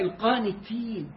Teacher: انت تفخم التاء تبقى طاء